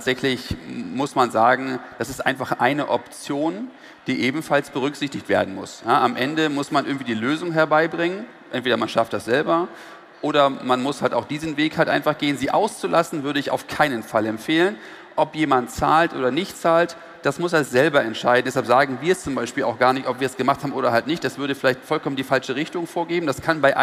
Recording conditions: busy venue